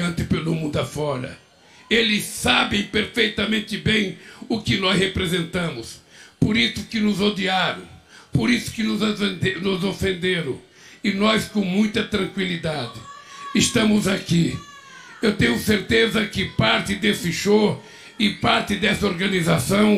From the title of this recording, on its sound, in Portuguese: fala ao público do Festival do Futuro (Brasilia, 01-01-23)